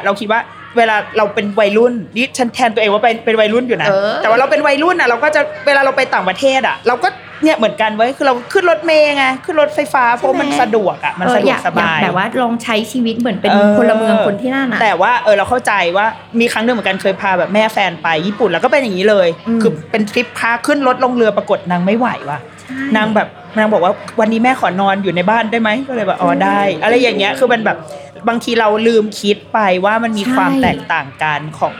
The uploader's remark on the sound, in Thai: Live Podcast ถึงตึกคิงเพาเวอร์ มหานคร เลยนะตัวเธอบนจุดชมวิวที่สูงที่สุด